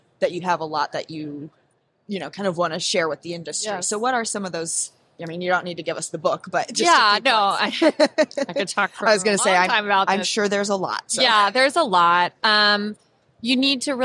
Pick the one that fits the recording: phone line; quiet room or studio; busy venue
busy venue